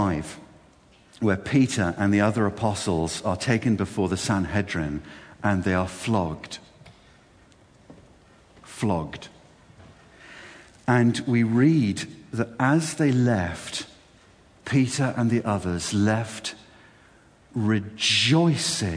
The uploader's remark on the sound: This talk was delivered at Sovereign Grace Ministries‘ Worship God UK 2014 Conference and appears by kind permission.